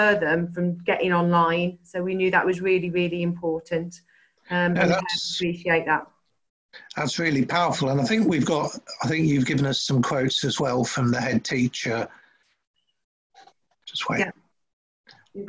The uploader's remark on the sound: This is a recording of a 20-minute webinar